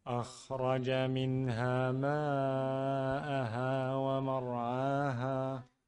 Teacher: مد متصل. مفيش وقف هنا. نمد 4 حركات.